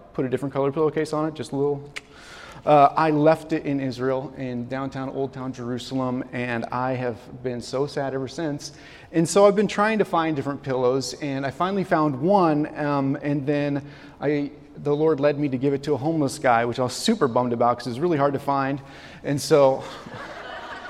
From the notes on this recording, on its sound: This message was recorded on February, 2024, at Union Ridge School in Ridgefield, Wa.